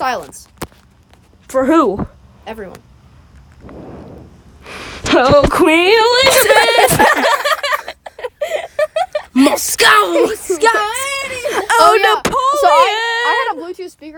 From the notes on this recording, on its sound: We went outside again!